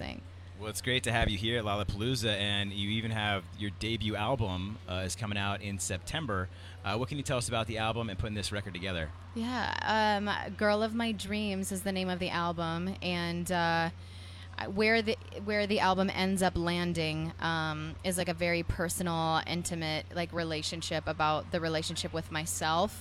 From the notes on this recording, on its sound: The MIX is live backstage at Lollapalooza 2022!